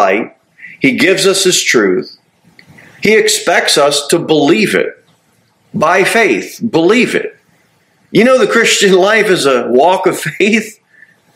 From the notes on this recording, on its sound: Sermon delivered at Pilgrim Baptist Church on Thursday, October 5, 2023, at 6-15 pm.